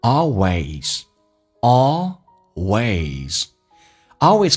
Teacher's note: 打开口腔先发 A，再发 E